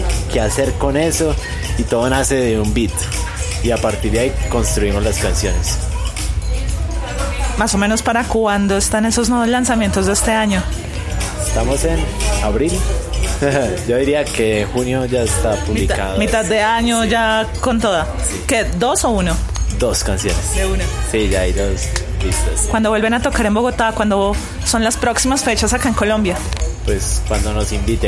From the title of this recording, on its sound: Live At RPM Records Record Store Day